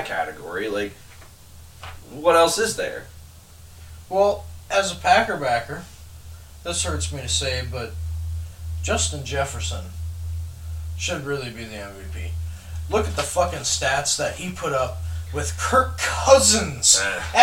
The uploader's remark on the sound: They're also in the process of upgrading their sound, so enjoy this low sound quality, high laugh quality episode!